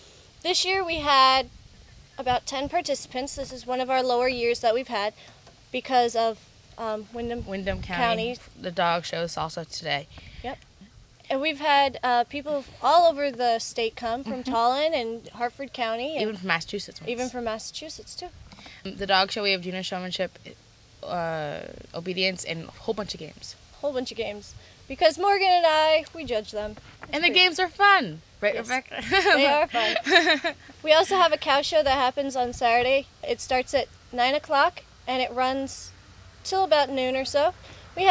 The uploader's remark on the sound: New London County 4-H Exposition. Recorded on Sunday morning at the fairgrounds after the two girls had finished showing dogs.